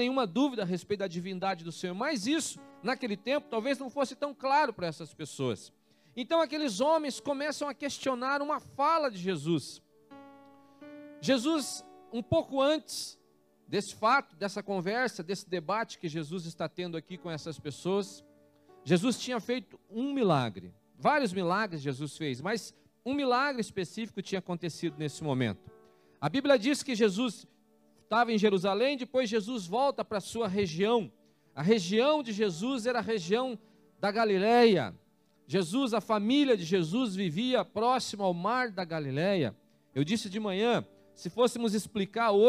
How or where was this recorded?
large echoing room